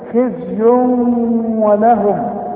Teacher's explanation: عندي التنوين الضمتين وبعد واو، واو من حروف الادغام وكان الواو برضه مشدده، خزي ولهم، وما تنساش الغنه ولهم.